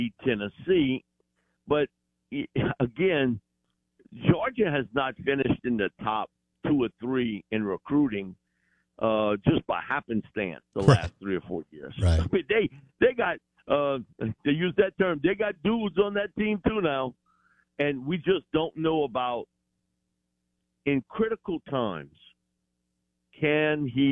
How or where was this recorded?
phone line